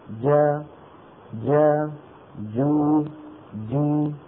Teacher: الجيم الفصيحة تخرج من وسط اللسان وتكون محبوسة شديدة ولو كانت متحركة